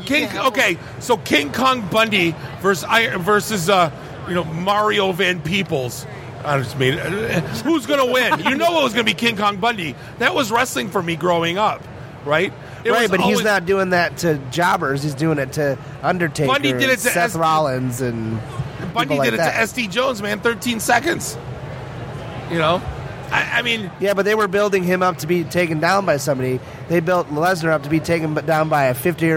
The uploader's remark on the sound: Live from Motor City Comic Con.